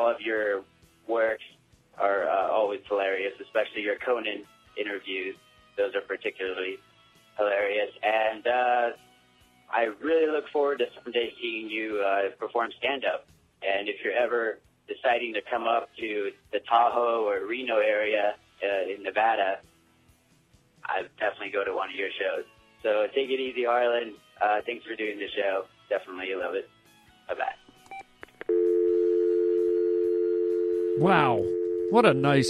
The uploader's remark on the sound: Today we play a bunch of great phone messages from some of our listeners